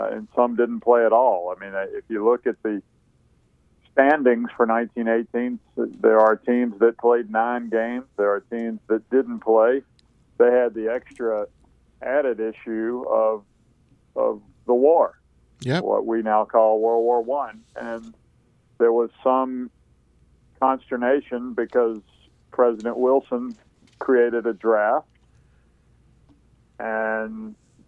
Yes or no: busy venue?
no